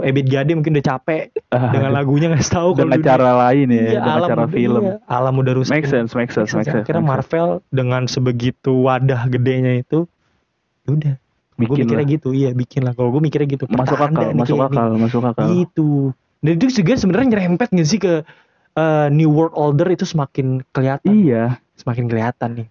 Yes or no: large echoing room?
no